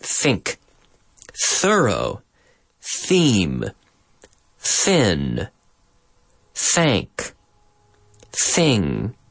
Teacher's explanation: I have my tongue between my teeth, touching the top teeth and the bottom teeth, and I'm blowing air out. Es la zeta en español. · Term: softer TH